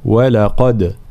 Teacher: ترقيق الواو واللام ثم تفخيم القاف، فلا نقول ولقد ولا ولقد، هكذا.